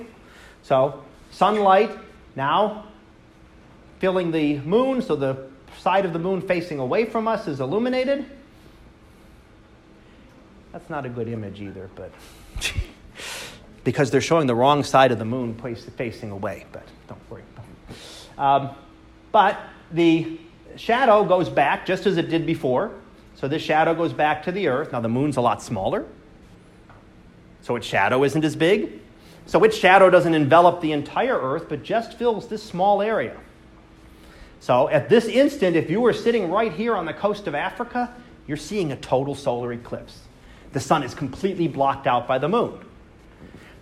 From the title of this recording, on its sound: Live Class Lecture